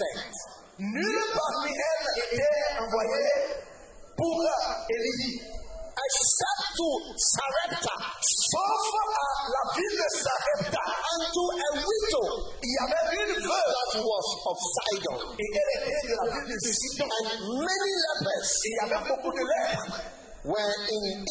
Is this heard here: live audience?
yes